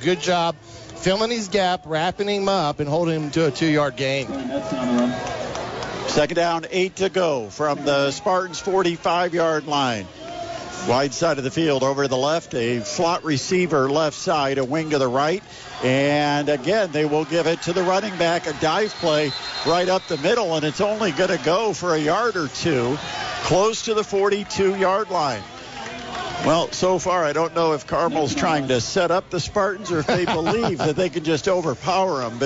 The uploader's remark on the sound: bring all of the action live from Homestead High School